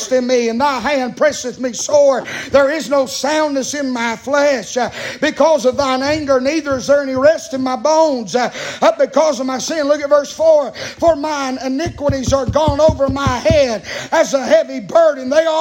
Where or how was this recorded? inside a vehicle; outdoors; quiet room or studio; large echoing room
large echoing room